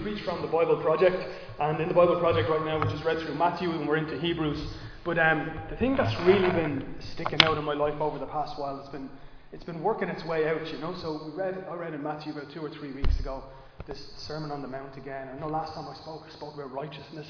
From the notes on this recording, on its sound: Recorded live in Liberty Church.